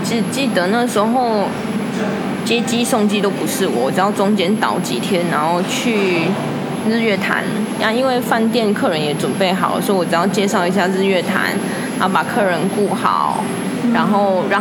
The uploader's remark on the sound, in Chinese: 這次錄音在「咖萃」咖啡店裡面錄製的，所以背景音會比較大聲一點，相對也自然啦。這是一家在台中永豐棧酒店旁邊的咖啡店。